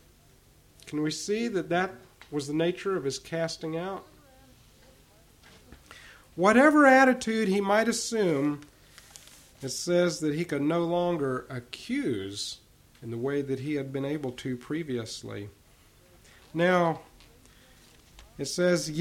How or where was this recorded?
large echoing room